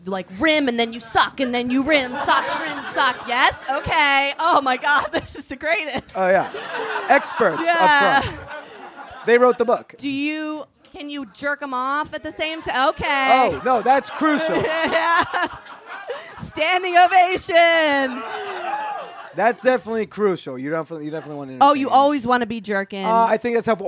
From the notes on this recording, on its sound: LIVE from ManwhoreCon. In front of packed house during ManwhoreCon. Recorded live at Karma Lounge in New York City’s East Village. We close this week’s show with some Q&A from the audience.